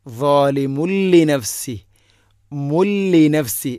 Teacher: ഇനി ളാലിമുൻ എന്ന മീമിൻ്റെ മുകളിൽ തൻവീൻ, ശേഷം ലാം ഇദ്ഗാം ബിലാഗുന്ന, തൻവീനു ശേഷം ലാമു വന്നാൽ ഇദ്ഗാമും ബിലാഗുന്ന, മണിക്കാതെ കൂട്ടിലയിപ്പിക്കണം. തൻവീനിനെ ലാമിലേക്ക് കൂട്ടിലയിപ്പിക്കുമ്പോൾ തൻവീനിൻ്റെ ശബ്ദം ഉണ്ടാവരുത്. ളാലിമുല്ലിനഫ്സി, മുല്ലിനഫ്സി, മീമിന് വമ്മിട്ടാൽ എങ്ങനെയാണോ വായിക്കുക ആ ശബ്ദമാണ് വേണ്ടത്.